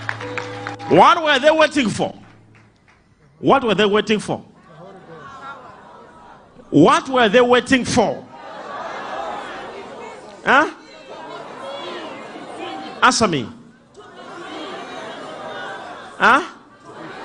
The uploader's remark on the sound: LIVE SUNDAY SERVICE